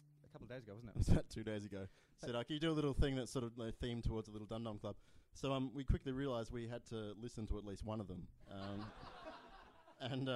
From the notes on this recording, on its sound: Recorded LIVE at Softbelly Bar